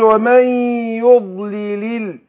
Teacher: خد بالك اللام مرققه، فقول ومن يضلل، ما قولش يضلل الله.